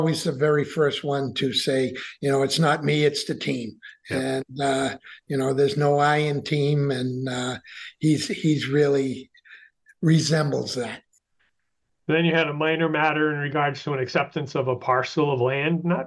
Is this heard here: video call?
yes